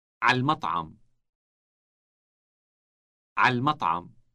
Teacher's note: the initial sound that is produced deep in the throat, followed by the short vowel a